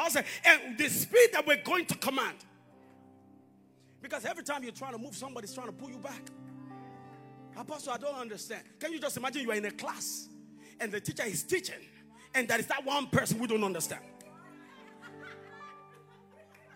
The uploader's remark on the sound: live at Konnect church